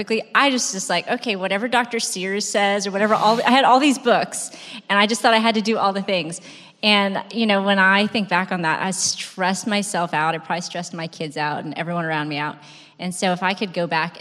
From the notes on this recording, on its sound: This special episode was recorded at our first Live Event held in 2017.